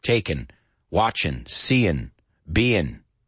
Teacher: we don't pronounce that G a lot on our ing endings